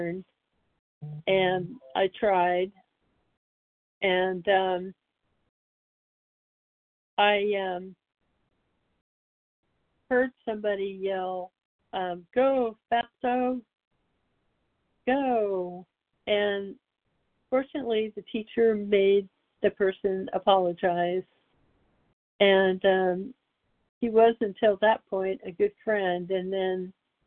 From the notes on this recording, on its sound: from the 100 Pounders Phone Meeting, 5/29/23